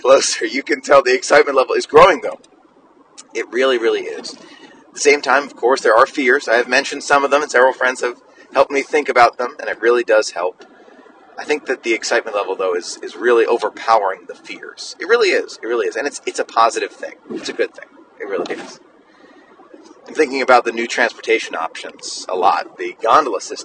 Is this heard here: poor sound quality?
yes